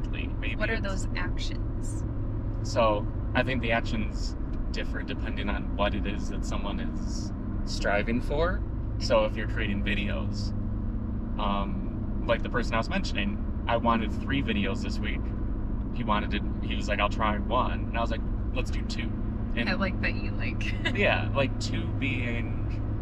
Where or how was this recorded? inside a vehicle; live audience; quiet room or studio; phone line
inside a vehicle